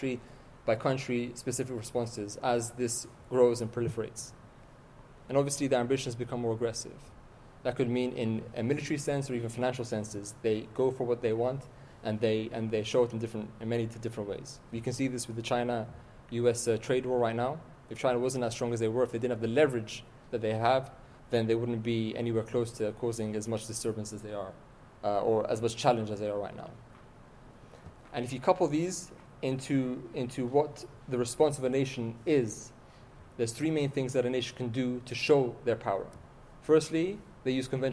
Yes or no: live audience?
yes